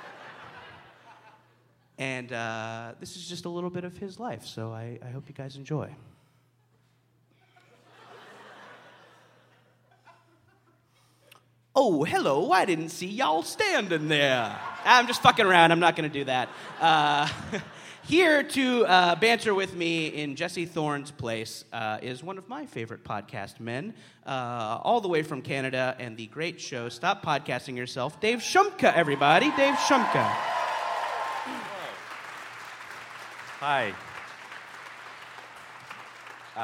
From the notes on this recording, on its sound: Live on stage at Thalia Hall in Chicago as part of the first ever Very Very Fun Day.